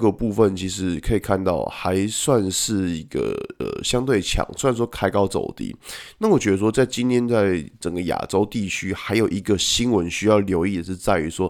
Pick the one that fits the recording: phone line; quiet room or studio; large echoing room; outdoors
quiet room or studio